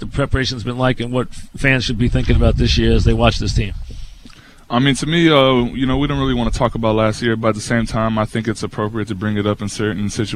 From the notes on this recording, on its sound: Live at Jets camp.